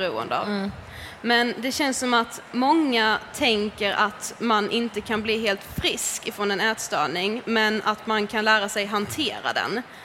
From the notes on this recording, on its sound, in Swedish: Det här är en livepodd som vi gjorde den 26/11 under "Allt för hälsan". Tack till er som kom och lyssnade.